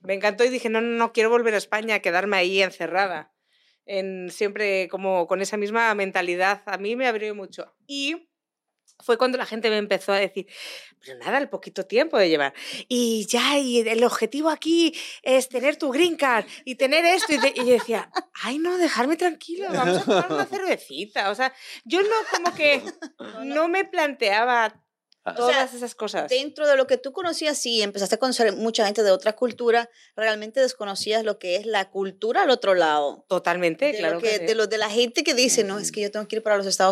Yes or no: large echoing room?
no